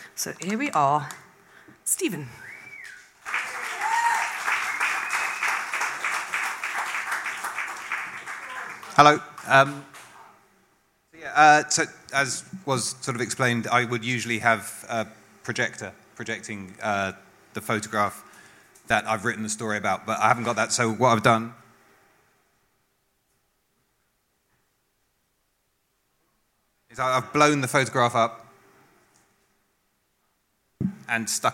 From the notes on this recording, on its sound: at our regular venue Hootananny Brixton